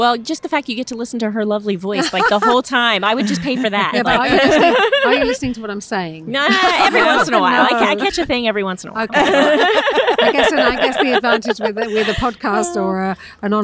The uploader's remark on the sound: live from the Quilt Market show floor